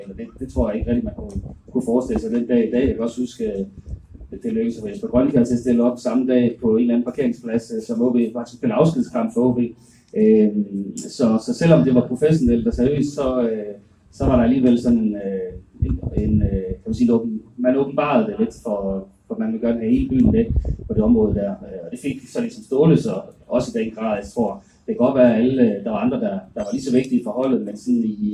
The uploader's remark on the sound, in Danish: Podcasten er optaget på en undendørsscene ved Utzon Centret i forbindelse med Idrætsmødet i Aalborg. Lydkvaliteten er meget dårlig.